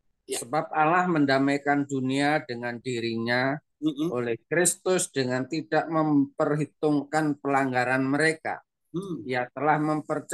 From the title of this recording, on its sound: Audio Zoominar